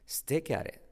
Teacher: la T de at se convierte en una R suave, por lo tanto es at it